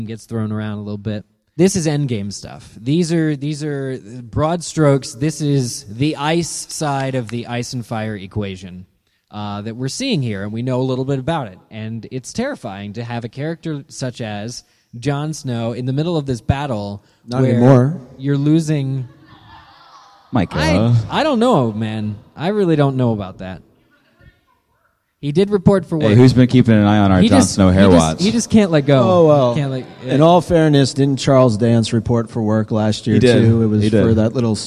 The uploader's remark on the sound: Live from GeekyCon 2015 in Orlando. Guided by listeners in the audience.